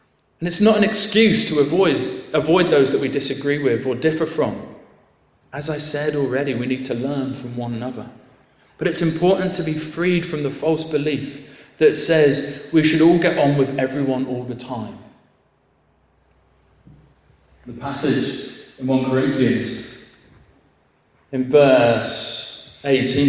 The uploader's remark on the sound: Talk for the ecumenical worship and concert 'Better Together' at Harlington Baptist Church on 27th June 2015